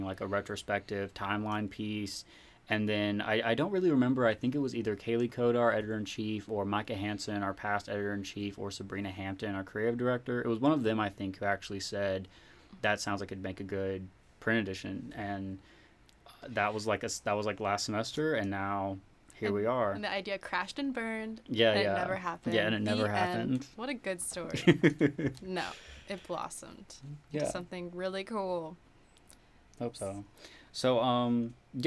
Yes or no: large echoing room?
no